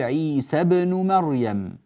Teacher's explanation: كلمة عيسى بن هذه الألف ساقطة في حال مجيء حرف ساكن بعدها وهو هذه الباء، فلذلك تذهب الألف ويذهب معها التقليل فنقول عيسى بن مريم.